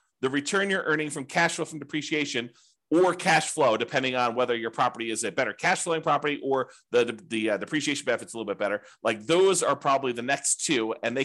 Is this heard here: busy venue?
no